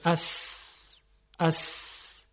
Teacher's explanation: صدای سین ایجاد میشه، اس که بهش میگن صفیر. صفیر همین صدایی که داخل سین شما میشنوید. · البته سقف دهان در قسمت جلو و دندانهای ردیف بالا و پایین هم به هم نزدیک میشن. هوا با فشار از روی زبان عبور میکنه و از این مجرای تنگی که بین زبان و دندان‌ها ایجاد شده عبور می‌کنه. صدای سین ایجاد میشه، اس که بهش میگن صفیر.